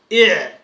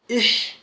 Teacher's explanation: والعين والحاء وتخرجان من وسط الحلق